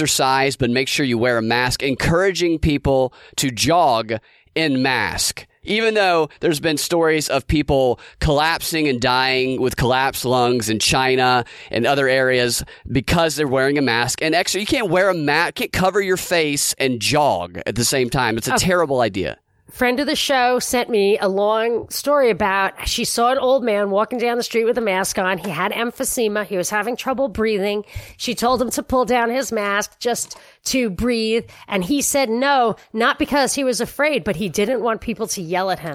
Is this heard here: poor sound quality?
no